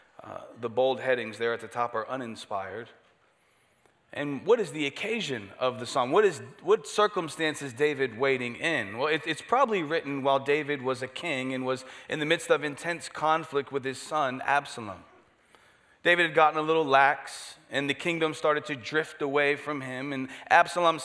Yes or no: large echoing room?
yes